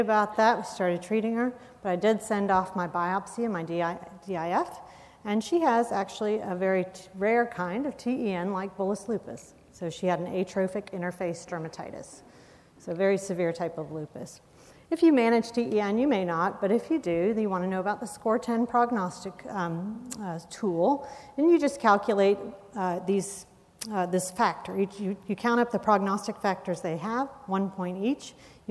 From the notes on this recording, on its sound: recorded at the 2013 SDPA Fall Conference in Atlanta